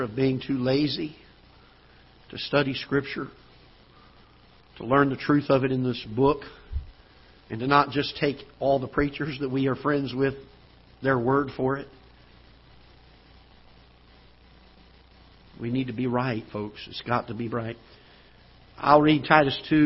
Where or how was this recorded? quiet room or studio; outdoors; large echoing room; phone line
large echoing room